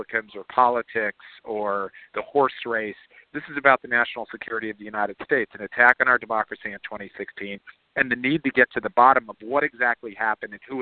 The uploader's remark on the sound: Conference Call.